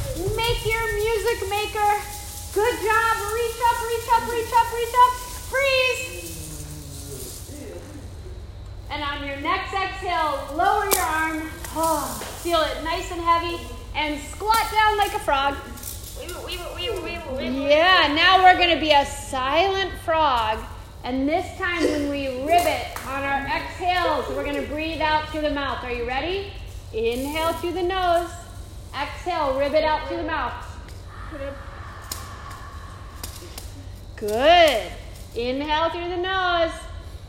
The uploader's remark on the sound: This is a live recording from a 30-minute Super Stretch Mini-Mindfulness & Movement Session for teenagers in ASD/DCD room